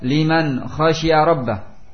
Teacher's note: hukum nun sukun di dalam ayat ini, al idharul halqi, idhar halqi, karena menghadapi huruf tenggorokan